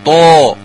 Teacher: أعلى مراتب التفخيم في هذا الحرف، يعني الطاء المفتوحة بعدها ألف